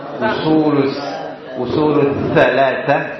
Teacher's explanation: Itu lidah antum kurang nempel, jadi suaranya kayak sin.